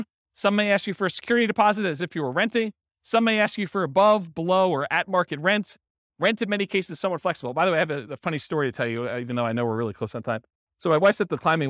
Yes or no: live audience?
yes